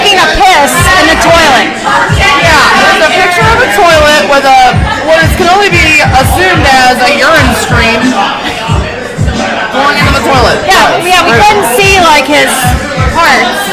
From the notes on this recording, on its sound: We are LIVE at Zazou's in Covington, KY during Oktoberfest Mainstrausse 2021.